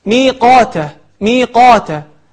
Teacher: نلاحظ أن القاف مفتوحة وبعدها ألف، وهذه من أكبر مراتب التفخيم